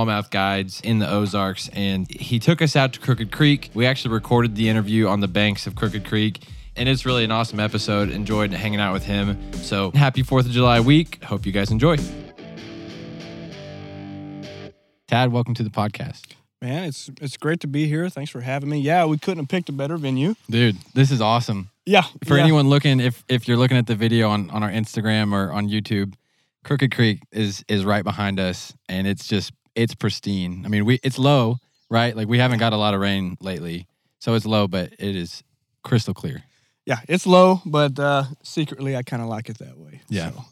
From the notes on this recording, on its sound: Yellville, AR. Record on the banks of Crooked Creek.